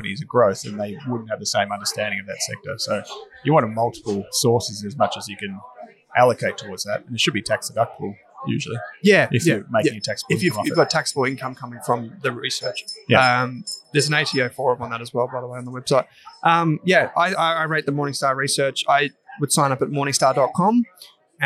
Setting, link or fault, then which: setting, busy venue